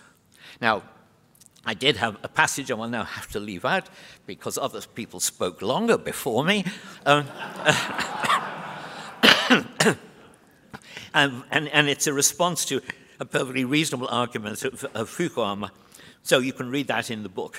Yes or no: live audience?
yes